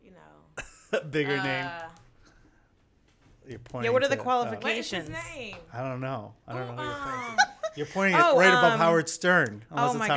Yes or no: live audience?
no